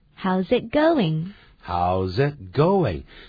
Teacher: 那个 it，那个 t，是把它音要快要发出 t 的时候，把它切住，不让它发出来，不要念成 How's it going?那个 t 不念出来的。How's it going?